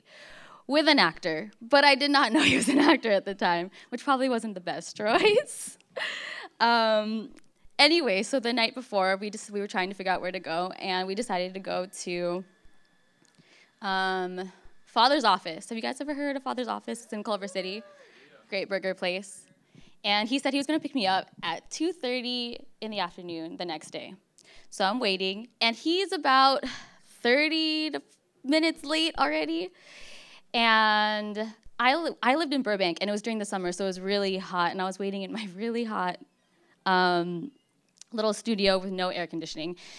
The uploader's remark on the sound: For Detours' second live storytelling event